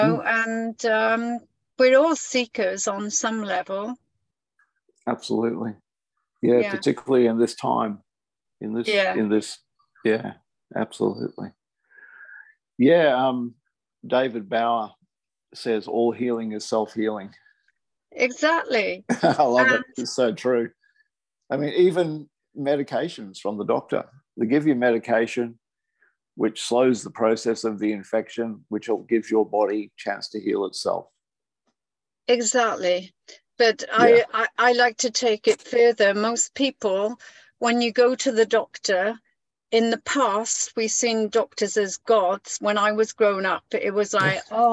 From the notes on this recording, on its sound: I recorded this on zoom as a conversation